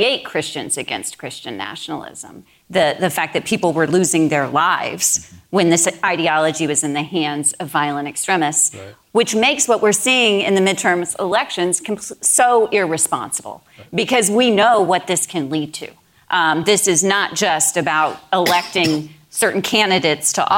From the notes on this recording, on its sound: This episode features an live event sponsored by Georgetown’s Center on Faith and Justice